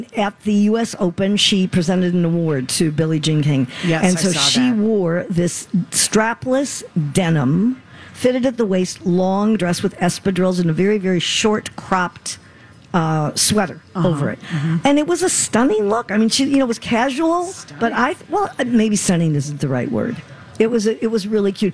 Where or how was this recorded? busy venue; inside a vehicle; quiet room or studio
busy venue